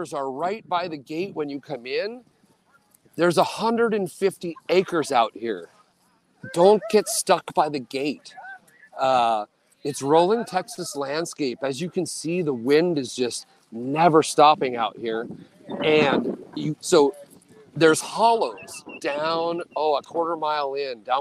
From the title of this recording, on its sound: Live from FloteFest